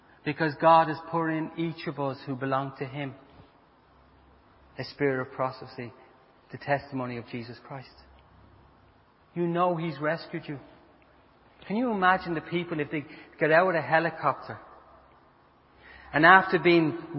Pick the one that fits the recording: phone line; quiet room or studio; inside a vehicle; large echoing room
large echoing room